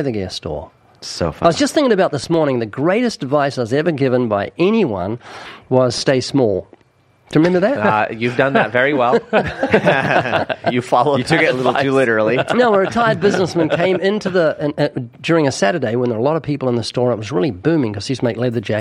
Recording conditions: busy venue